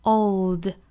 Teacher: old 这个词呢有一个舌侧音，在读这个词的时候呢一定要注意舌尖顶住上齿龈之后再去发的音